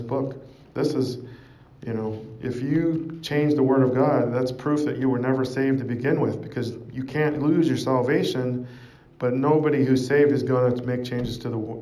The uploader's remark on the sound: Preached at St Georges Manor, Toronto, Canada.